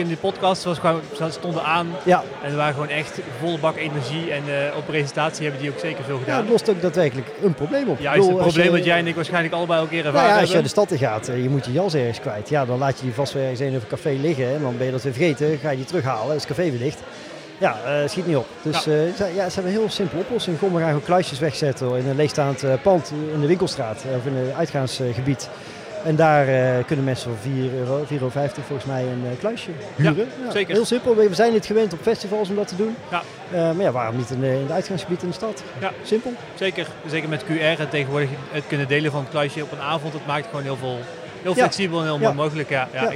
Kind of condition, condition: setting, busy venue